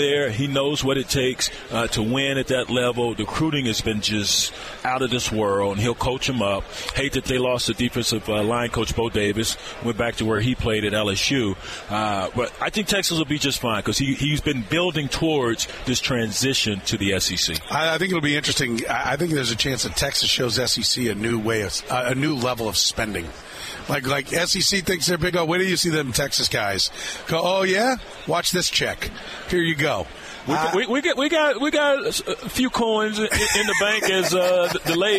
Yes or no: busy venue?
yes